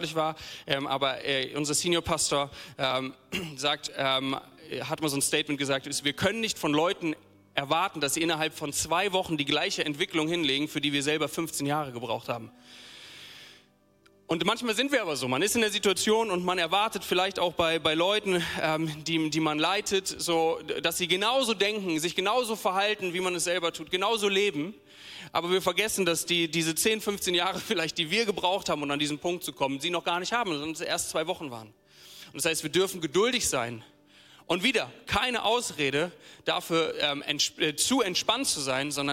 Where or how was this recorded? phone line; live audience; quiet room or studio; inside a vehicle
live audience